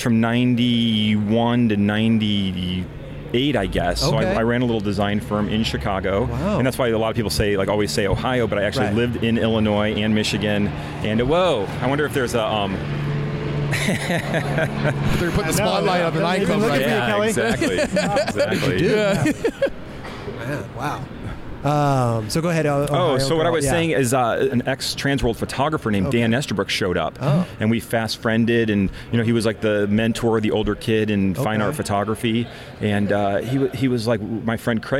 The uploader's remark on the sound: We were on location at the Egyptian Theater in Hollywood, CA for the premier of the new Lakai Footwear video